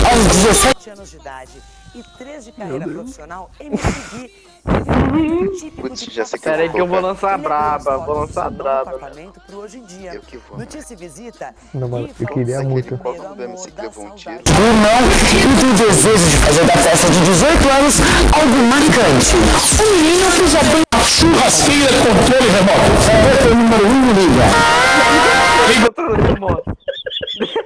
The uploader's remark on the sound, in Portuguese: Áudio Estourado